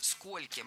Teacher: В слове «сколько» во всех формах ударение ставим на первый слог.